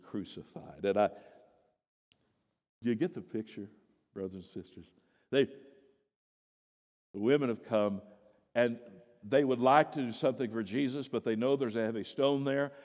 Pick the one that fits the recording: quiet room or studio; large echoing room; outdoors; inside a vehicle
large echoing room